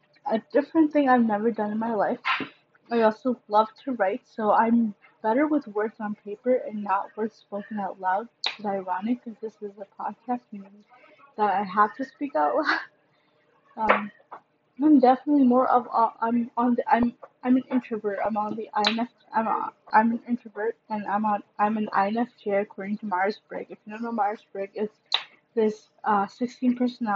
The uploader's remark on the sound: Sorry for the background noise!